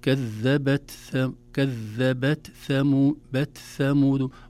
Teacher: كلمة كذبت، التاء ساكنة، والتاء حرف شديد بمعنى لا يقبل أن يمط زمنه، ينحبس في مخرجه. كذبت، لكن لو لم نظهر له همسا يسيرا بخروج بعض الهواء لماتت التاء تماما، لم نسمعها. · لا بد أن نظهر همس التاء بمقدارها. كذبت ثمود ونحذر من القلقلة.